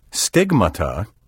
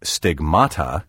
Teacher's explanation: with the stress on the first syllable, follows the Latin and Greek accentuation and is the traditional English pronunciation · Shown in: first take